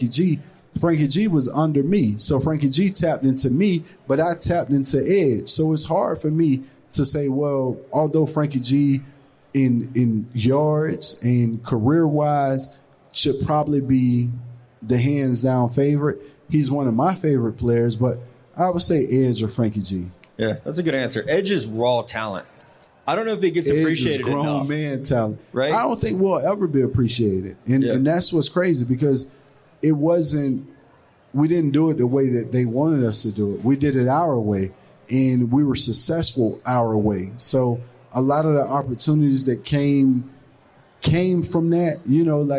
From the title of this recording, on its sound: Live from Caesar's Palace